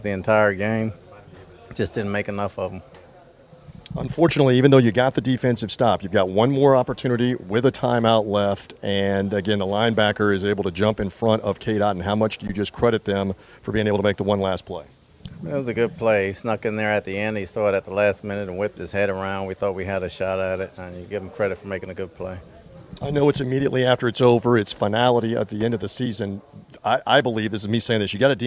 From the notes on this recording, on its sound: Insight and analysis from the Ford Field sidelines. Post game interviews.